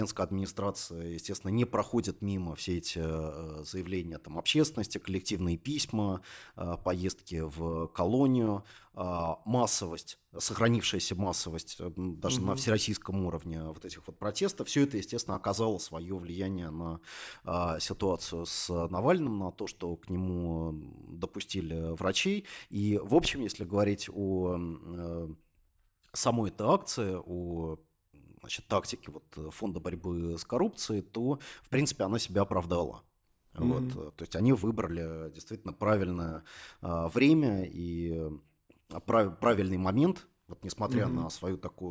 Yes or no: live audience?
no